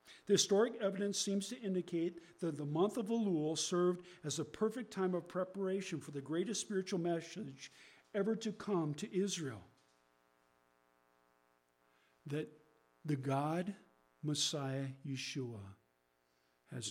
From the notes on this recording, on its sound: there is a very low level buzzing in the recording.